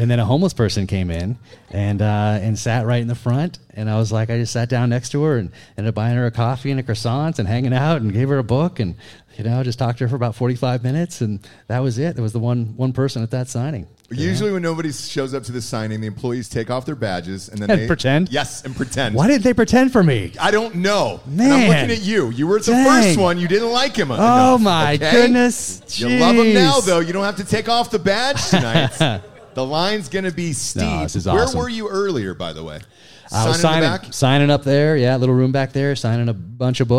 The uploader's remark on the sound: Joins the show live from his book signing at Barnes & Noble in Austin, TX.